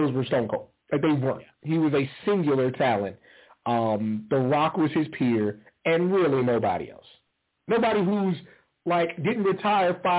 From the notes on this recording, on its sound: The ECC live is back and in full effect. Live calls and more. Weekly caller, email and tweet driven show.